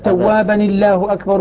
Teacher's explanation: نحرك نون التنوين بالكسر